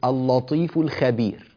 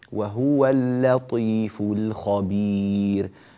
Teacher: اللطيف ترقيق اللام، الخبير تفخيم الخاء · Shown in: second take · عملت العكس، قلت اللطيف الخبير، اللطيف فخمت اللام، الخبير رققت الخاء، لا يصلح ذلك، وهو اللطيف الخبير، تنبه لهذا.